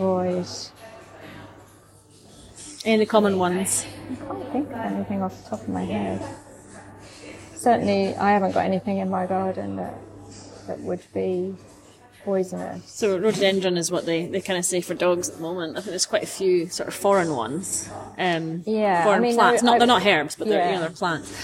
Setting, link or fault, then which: fault, background noise